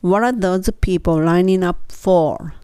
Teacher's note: What are those people lining up for?になります。で、このね、lining, line, ing, lining のところはもうほぼ liningup。 G は読まないで後ろにくっつくので lining up for っていうふうに言います